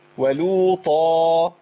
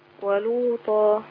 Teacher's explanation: ولوطا عندي الف ماديه تمد بمقدار حركتين · Shown in: second take